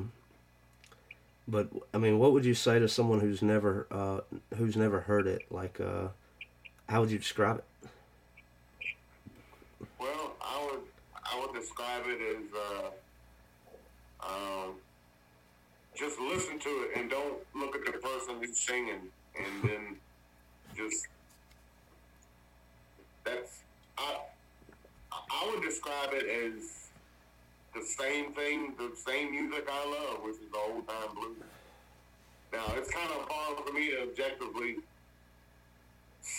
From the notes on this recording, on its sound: burnt the phones lines to Virginia